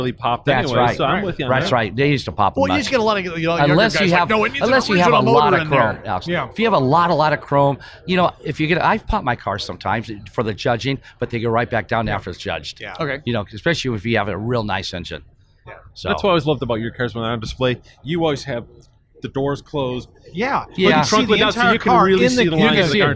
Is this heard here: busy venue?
yes